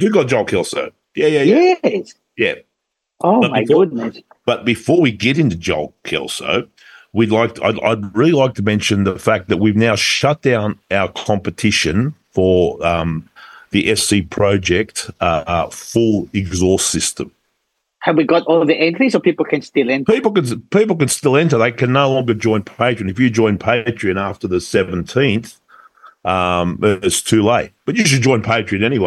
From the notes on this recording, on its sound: it had to be on Zoom